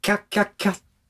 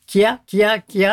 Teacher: キャッというのをなるべくコンパクトに一音節に近くってもう完全な一音節に仕上げなきゃいけない · Shown in: first take · と、はい、そのためにはどうするかっていうと、まずですね、キャッキャッキャッっていうのは K と Y と A という音で成り立ってます、はい、でその A 最後のキャの